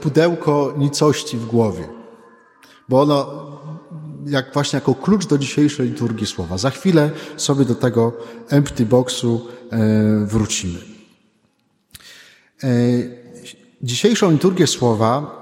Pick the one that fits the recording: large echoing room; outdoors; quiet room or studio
large echoing room